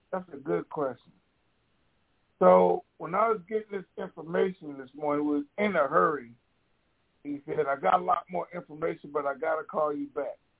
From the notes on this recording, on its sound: TNTSuperfantastic Conference Call.